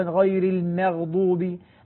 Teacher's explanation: الميم مرققة الغين مفخمة، حاول أن تعطي الحرف حقه وليس حق جاره